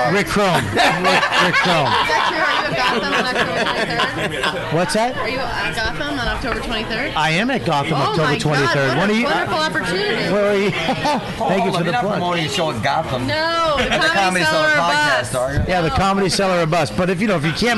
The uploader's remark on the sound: live broadcast from the Comedy Cellar